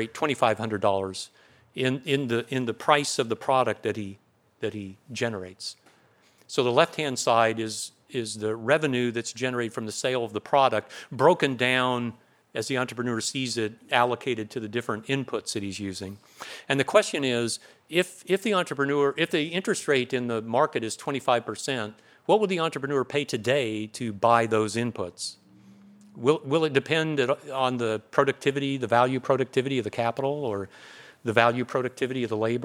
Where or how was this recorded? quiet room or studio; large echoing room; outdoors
large echoing room